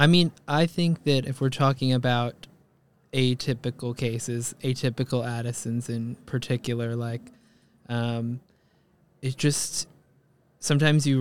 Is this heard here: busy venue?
yes